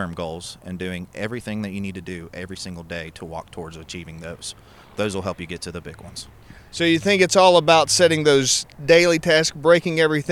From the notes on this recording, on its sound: coming at you from the streets of Charleston